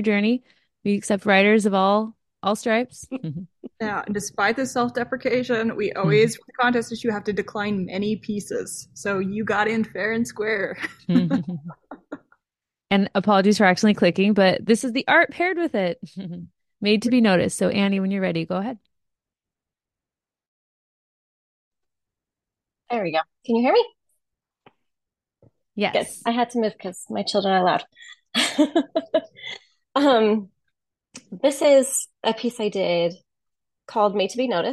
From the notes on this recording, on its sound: The audio from the Launch Party Zoom Call for the Winter Edition of the Exponent II Magazine